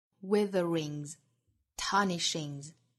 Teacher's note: 这两个都是后鼻音结尾的后鼻音属于浊辅音所以后面加的 S 都读浊辅音